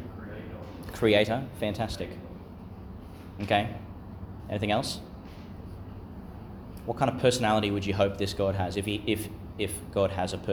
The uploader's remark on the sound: delivered in the Chapel of Chanel College, Gladstone, Qld.